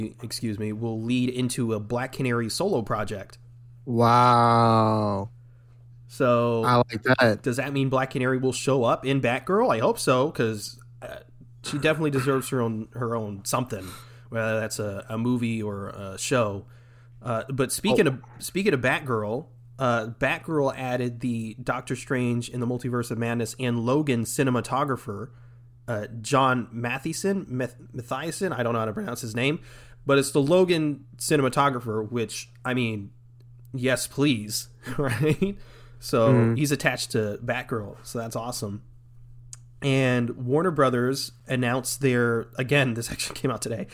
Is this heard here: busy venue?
no